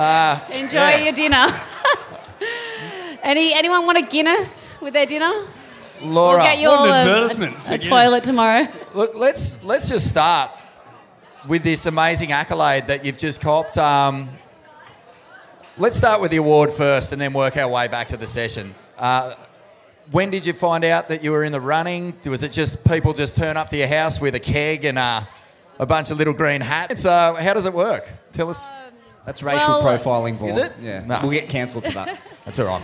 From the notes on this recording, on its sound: Live from the Usher Cup President's Dinner